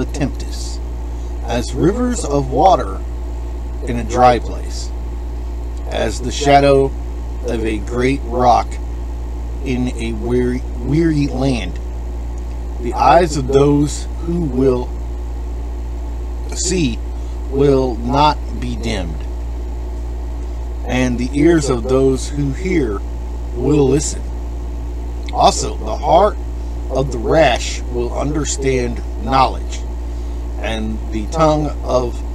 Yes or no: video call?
no